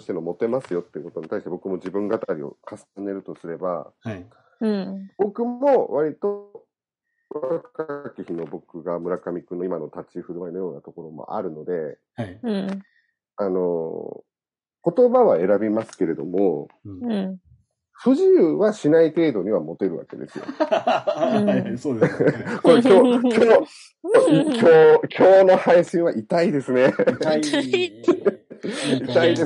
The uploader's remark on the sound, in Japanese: 今回もリモート収録の為、音声に若干違和感もありますが、ご了承くださいませ。